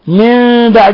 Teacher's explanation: قلبنا النون الساكنة عند الباء ميما مخفى · Term: إقلاب